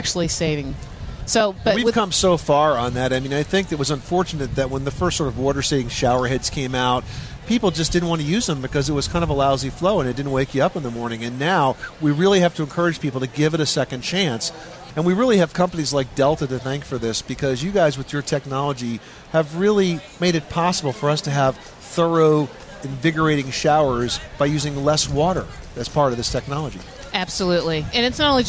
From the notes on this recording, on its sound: The Money Pit Home Improvement Radio Show celebrates sustainability and the addition of our 300th radio station with a broadcast live from Times Square.